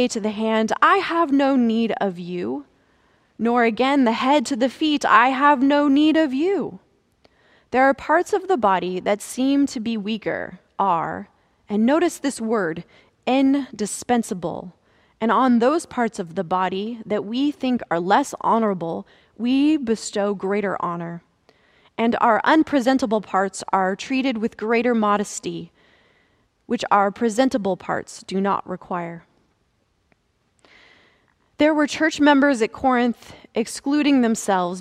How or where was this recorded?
large echoing room